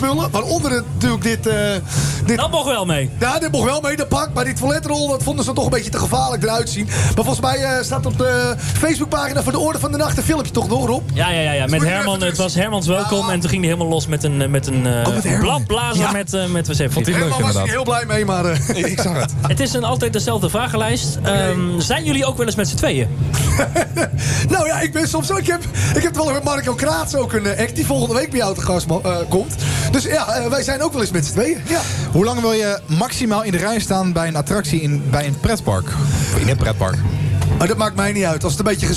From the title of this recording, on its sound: Live Vanuit LowLands bij 3FM